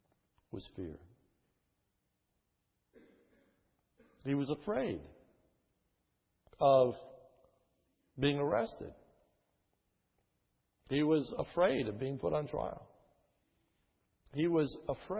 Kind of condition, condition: setting, large echoing room